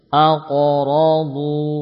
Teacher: Qafnya tebal, qalqalahnya juga tebal. Ra ya tebal, dhad juga tebal.